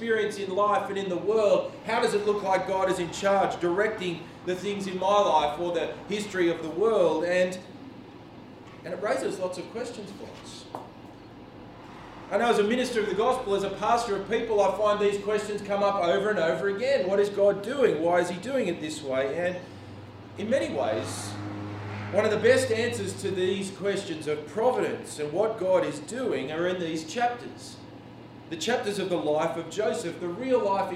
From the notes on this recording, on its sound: This sermon was preached on 11 June at all services of Helensburgh and Stanwell Park Anglican Church.